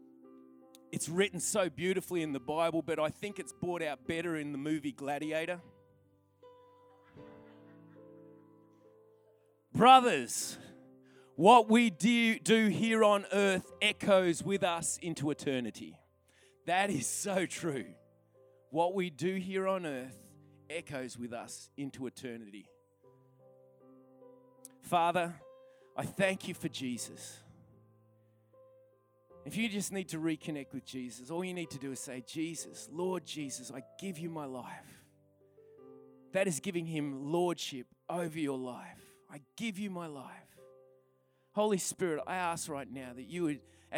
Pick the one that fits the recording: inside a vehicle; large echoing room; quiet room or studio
large echoing room